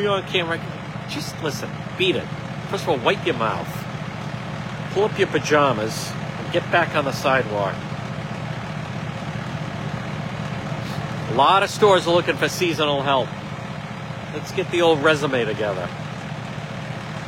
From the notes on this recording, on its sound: On-the-scene Live-stream Warwick RI car in water.